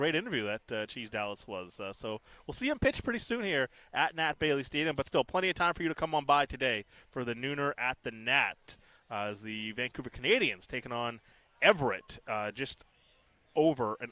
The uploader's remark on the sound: Live From Nat Bailey Stadium